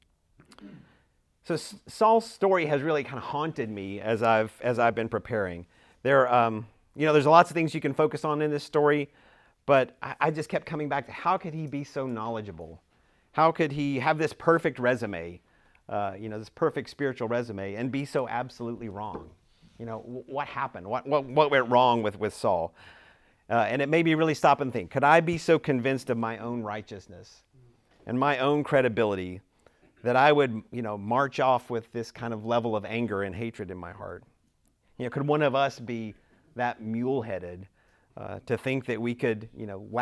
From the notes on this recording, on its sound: Recorded at Emmaus Church in Buford, GA on Wednesday, Nov 16, 2022